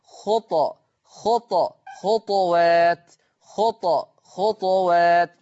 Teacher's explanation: يقرأ ورش عن الإمام نافع بإسكان الطاء مع مراعاة صفة القلقلة